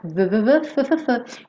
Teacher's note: o V e o F são feitos no mesmo lugar